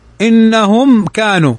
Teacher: ميم ساكنة بعدها الكاف، والكاف من حروف الإظهار الشفوي